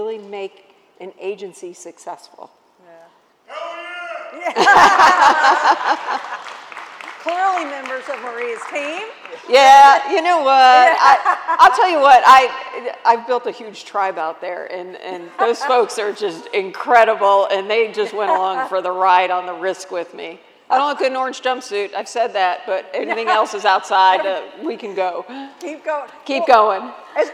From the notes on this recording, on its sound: A special edition of The Daily Scoop Podcast from the ACT-IAC Executive Leadership Conference in Hershey, PA.